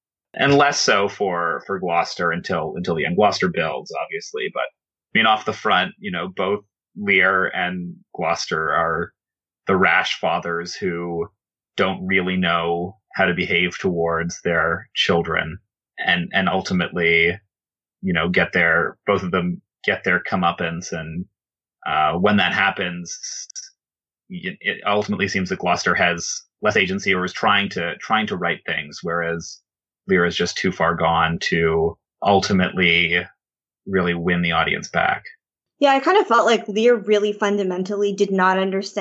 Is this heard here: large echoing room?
no